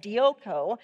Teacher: It's a dioko. Dioko, it's two long O's in it, three syllables